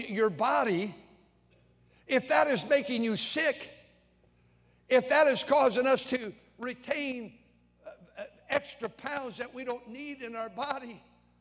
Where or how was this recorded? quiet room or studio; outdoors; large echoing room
large echoing room